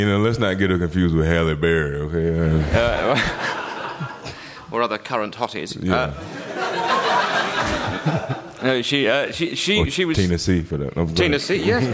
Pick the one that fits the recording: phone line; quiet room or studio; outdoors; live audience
live audience